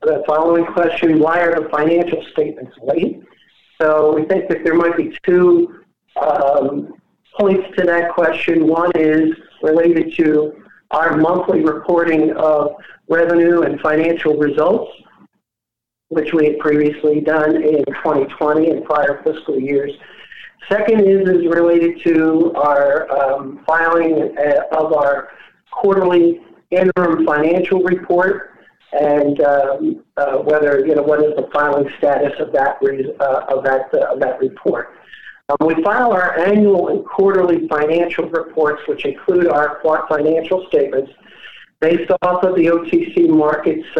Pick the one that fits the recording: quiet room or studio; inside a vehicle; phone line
phone line